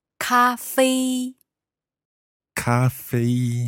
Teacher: Let me think about the tones there. Those are both high tones. So that's first tone.